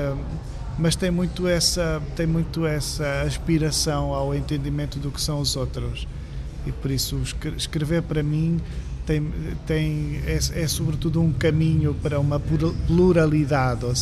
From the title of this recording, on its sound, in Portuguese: em direto do Festival Literário da Madeira